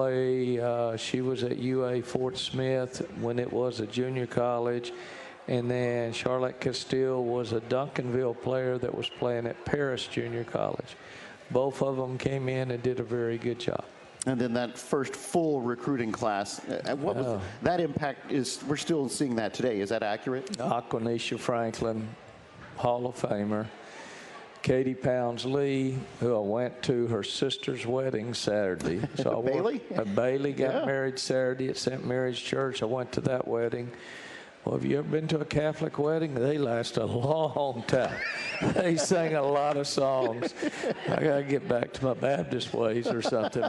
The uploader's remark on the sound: live from Rudy's BBQ